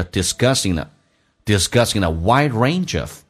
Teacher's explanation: 以 ing 连这个结尾的话可以把 g 去掉，用前面的 n 进行连音